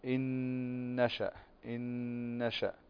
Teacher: طيب، وكذلك عندنا الكلمة التي بعدها، عندنا إن نشأ فنون ساكنة وبعدها نون، فكما تعلمون أن الحروف التي جمعت في قولك ينمو أو يؤمن، فهنا إدغام بغنة، هنا إدغام بغنة، فندغم النون في التي بعدها بغنة